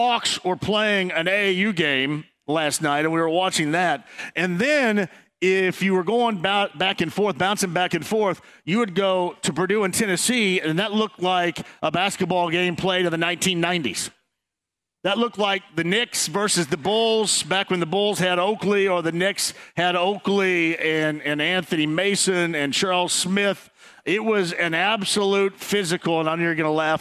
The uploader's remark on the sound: Kicks off the show LIVE from Brothers in Broad Ripple. Opens the phone lines up and takes some calls from listeners!